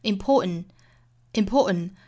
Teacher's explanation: 我们听到原声发音是 important, important.中间的这个 t 的发音是没有的